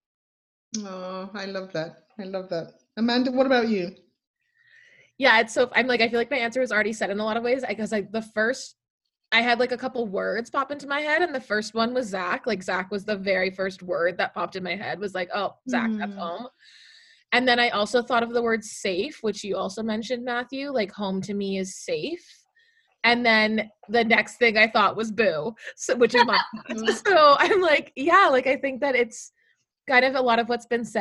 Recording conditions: video call